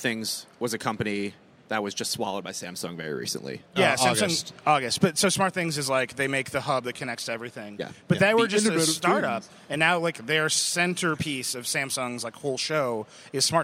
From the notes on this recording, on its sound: CES 2015. Live Vergecast odyssey from the show floor.